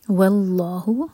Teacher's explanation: واو light, لام جلالہ heavy